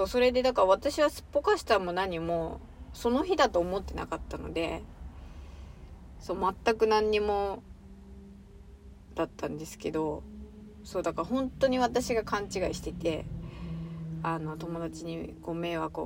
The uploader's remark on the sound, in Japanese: 車の中スタジオからお送りしている